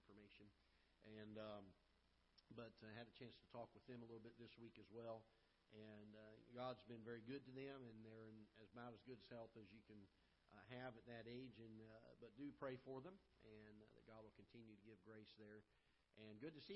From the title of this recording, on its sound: Ketha Heights Baptist Church ~ Live Broadcast